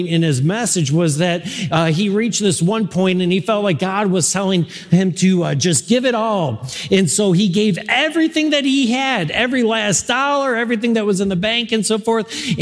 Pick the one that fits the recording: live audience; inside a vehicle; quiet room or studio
live audience